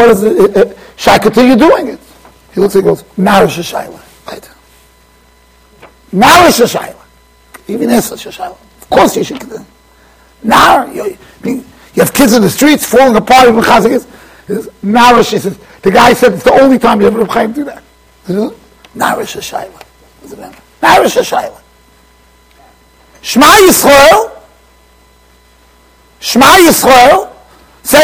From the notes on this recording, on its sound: Shiur recorded in Yeshivas Ohr Reuven, Monsey NY.